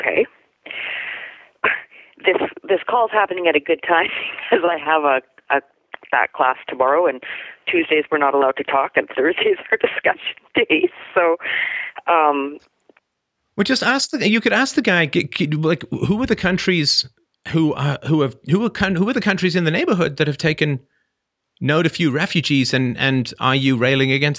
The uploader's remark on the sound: Call In Show